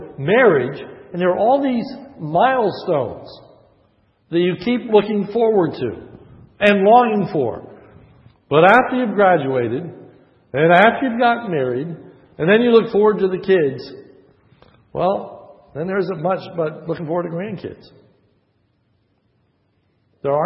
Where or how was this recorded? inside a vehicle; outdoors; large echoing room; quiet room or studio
large echoing room